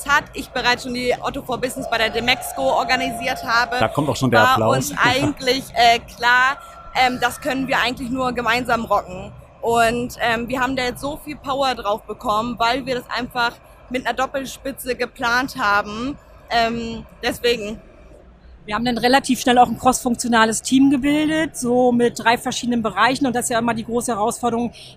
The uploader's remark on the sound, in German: live von der OMR